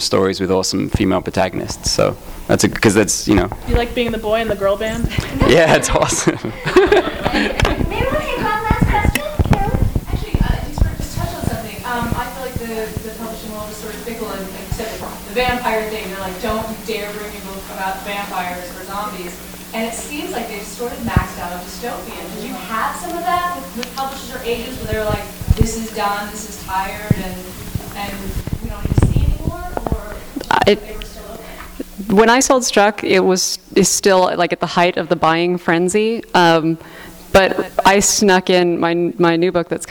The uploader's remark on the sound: THIS EVENT WAS RECORDED LIVE AT SKYLIGHT BOOKS MARCH 25, 2013.